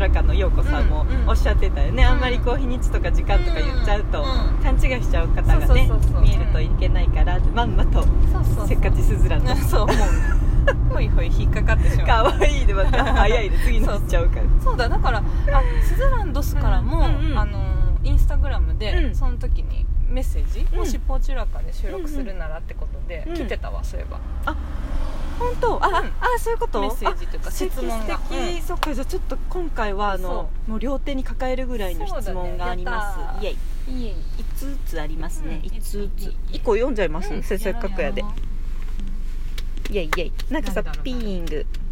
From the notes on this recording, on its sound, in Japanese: 今回はお出かけ収録シリーズ！